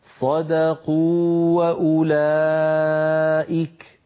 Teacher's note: ولا نذهب المد الذي في الواو الأولى